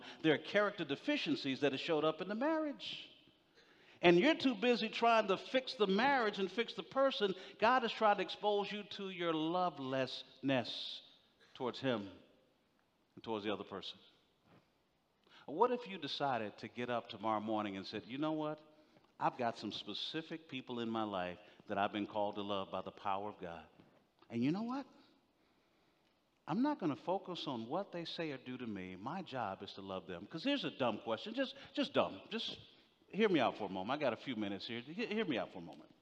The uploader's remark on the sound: General Session IX from the 2023 Shepherds 360 Conference